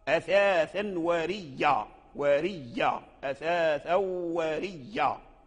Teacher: إذن قالون قرأ أثاثا وريا وريا أثاثا وريا بإدغام الياء مشددة أبدل الهمزة ياء وأدغم الياء في الياء